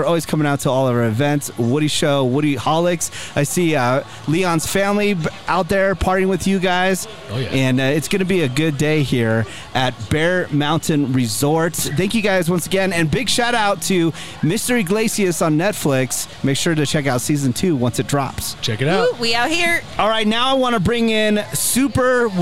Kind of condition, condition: setting, outdoors